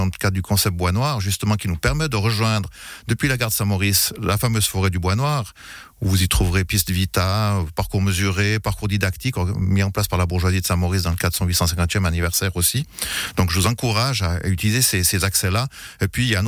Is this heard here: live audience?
no